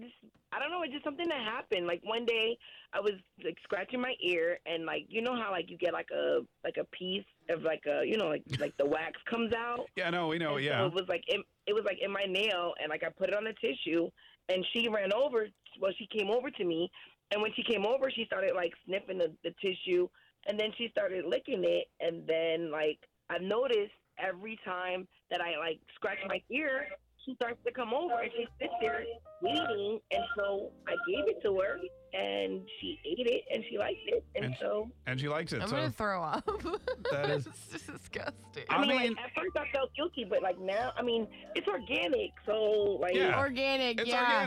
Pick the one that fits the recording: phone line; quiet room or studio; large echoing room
phone line